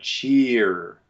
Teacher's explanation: In North American pronunciation, we would have, probably most people would transcribe, a closed E and then a rhotic schwa. So you have cheer.